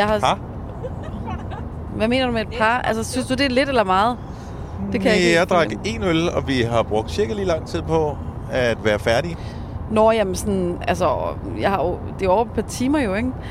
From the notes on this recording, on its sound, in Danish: Optaget i bilen på vej til Aalborg fra Aarhus.